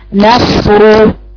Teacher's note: نصر الصاد ساكنة بها استعلاء وأطباق